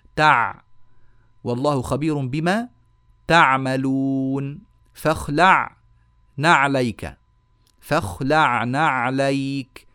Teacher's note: العين الصواب الصحيحة الفصيحة التي كان ينطق بها العرب عميقة بعض الشيء